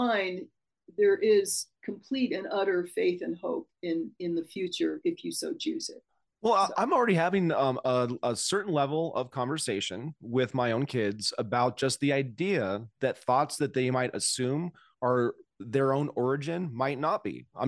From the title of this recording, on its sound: Zoom Chron Interview